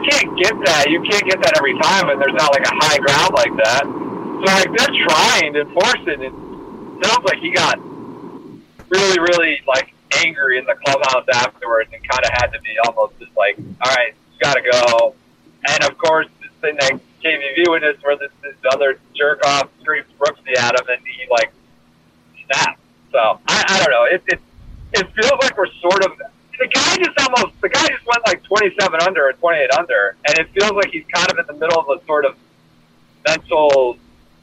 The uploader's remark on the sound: Up in Baltimore covering the BMW Championship, and the late finish, he calls in from the road. Apologies to listeners everywhere for the poor audio quality.